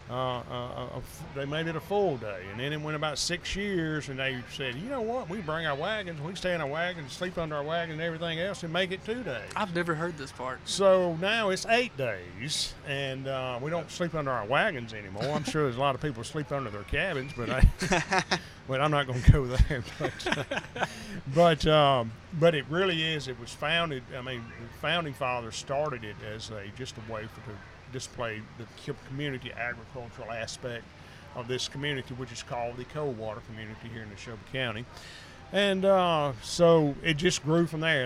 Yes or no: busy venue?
yes